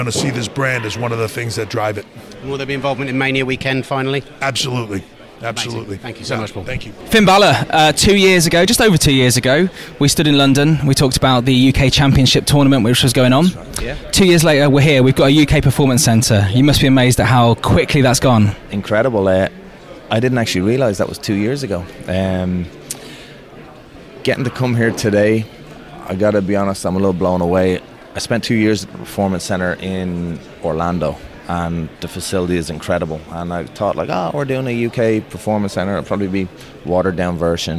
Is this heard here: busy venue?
yes